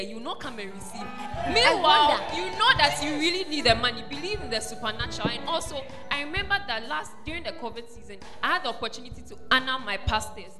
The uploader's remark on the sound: At The Fountain of Life Cathedral, The Presence Service